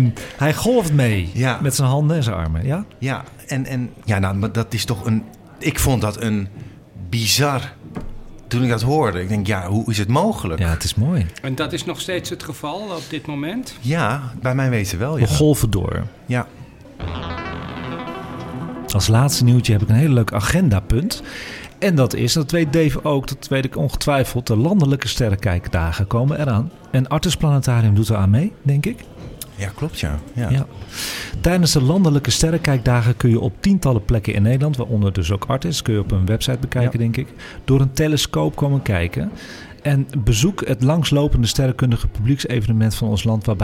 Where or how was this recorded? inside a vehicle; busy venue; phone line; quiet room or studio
busy venue